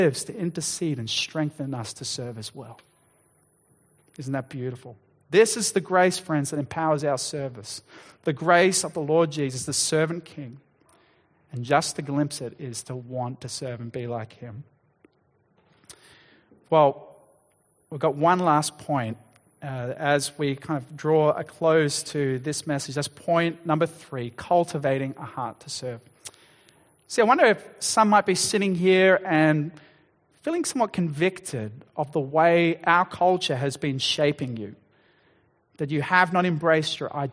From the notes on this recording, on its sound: Sermon Recording